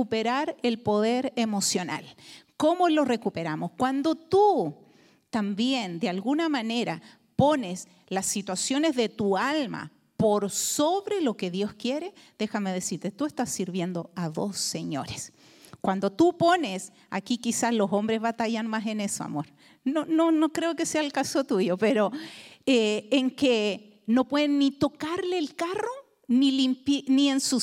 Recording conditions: large echoing room